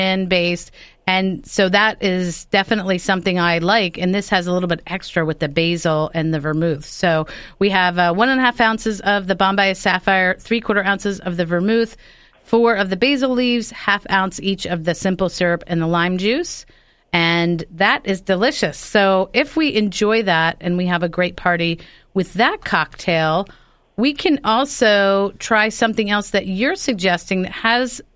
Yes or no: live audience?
no